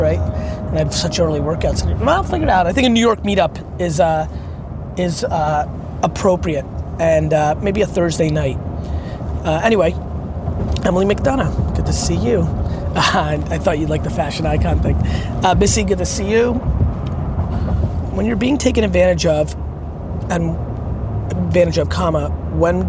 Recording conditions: inside a vehicle